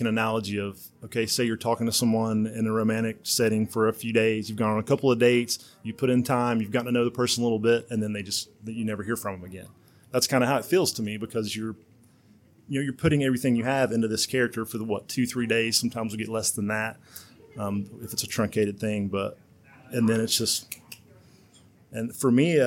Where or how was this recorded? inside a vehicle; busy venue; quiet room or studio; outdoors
busy venue